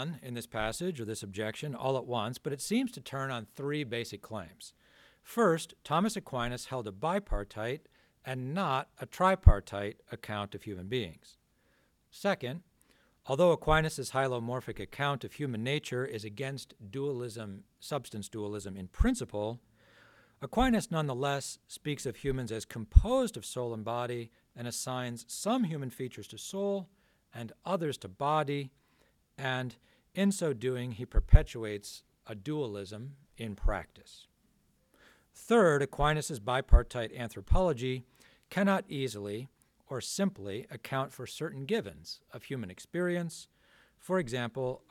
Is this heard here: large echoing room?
yes